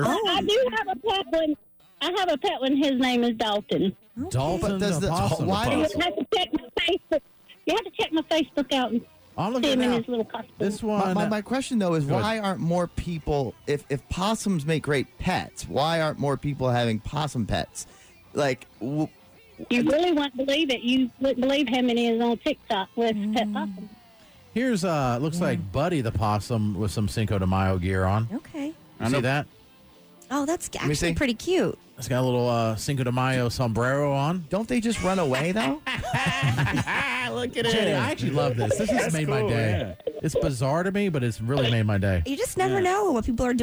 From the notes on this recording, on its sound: We asked listeners to call. It was a very interesting phone call.